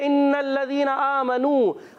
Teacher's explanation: آ کھڑی حرکات کو بھی ایک الف کھینچ دیں نو واؤ مدہ ہے